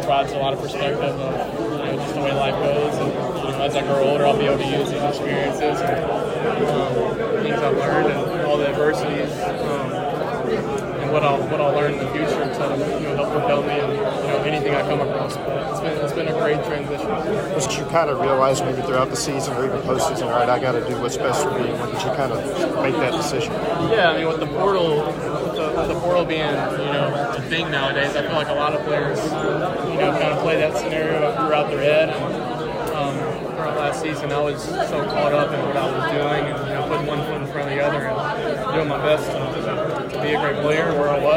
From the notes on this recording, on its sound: Live from the Manning Passing Academy. The MPA is held each summer at Nicholls State University — located in Louisiana, the home state of college football's first family.